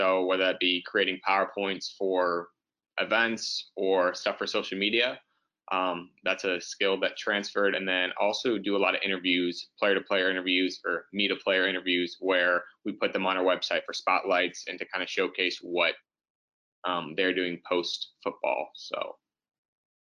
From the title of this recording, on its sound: Capital One Webinar Audio